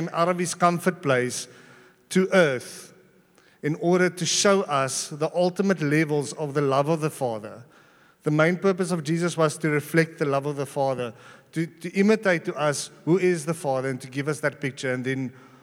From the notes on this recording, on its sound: at Joshua Generation Church Sunningdale 11AM congregation